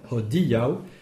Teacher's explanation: il faut accentuer le di · Term: l'accent tonique